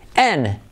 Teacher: Es una I como E, se escribe in, pero se dice en